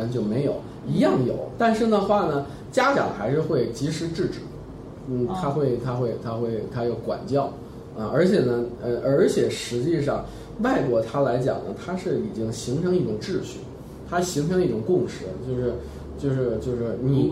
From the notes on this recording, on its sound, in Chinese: 本期节目为在张大妈办公区用录音笔录制，可能有街道上的杂音，请见谅。